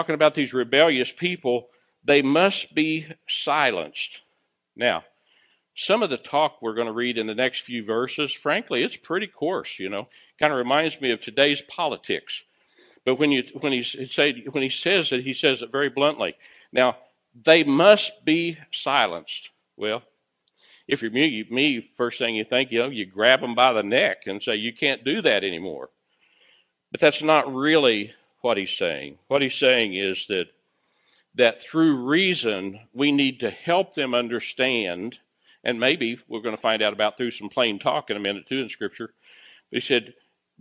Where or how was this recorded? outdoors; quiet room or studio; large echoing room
large echoing room